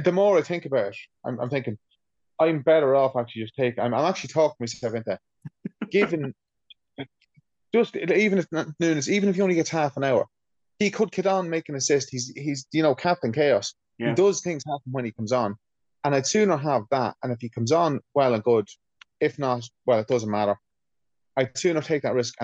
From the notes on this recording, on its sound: As the weather here in our little corner of the world is not woirth driving in, we have our first ever zoom recorded pod for you.